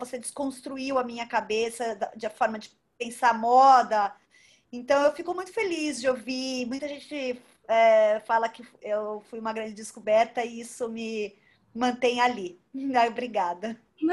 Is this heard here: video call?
yes